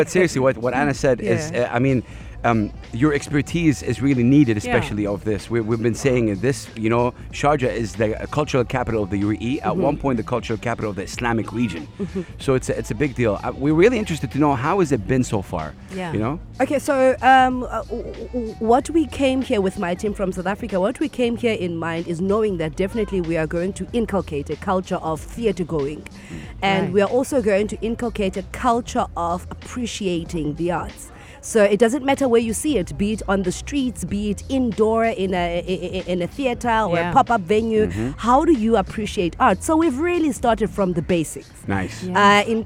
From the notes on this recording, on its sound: Are out and about at "Al Majaz Waterfront" broadcasting Yalla Home Live and having guests throughout their show.